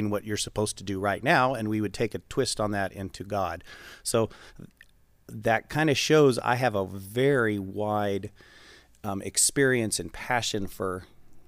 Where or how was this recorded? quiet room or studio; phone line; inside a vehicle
quiet room or studio